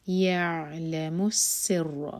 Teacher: سین ہے، سیٹی والی آواز کے ساتھ نکلے گا. یعلم السر، را ہیوی.